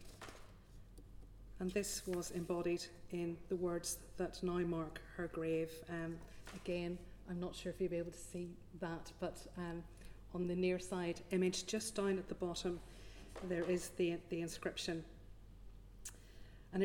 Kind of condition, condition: setting, large echoing room